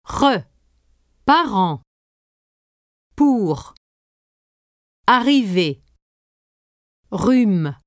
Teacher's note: When you pronounce a French R, the back of your tongue almost touches the back of your palate. Force air out, as when you pronounce an H, and maintain that very narrow passage between the back of your tongue and the back of your palate.